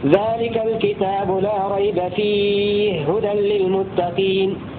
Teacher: يدغم الهاء في الهاء مع القصر والتوسط والمد في الياء التي قبلها، فيأخذ حكم المد العارض للسكون بالقصر والتوسط والطول.